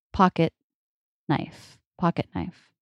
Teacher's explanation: Here it's pocket, knife, compound word. The T sound is followed by the N sound, pocket knife. And it's a stop. · Term: stop T